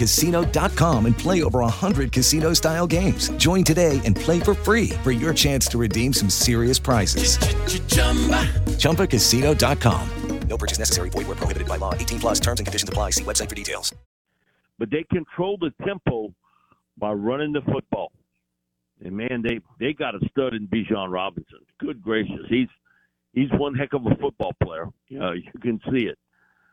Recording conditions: phone line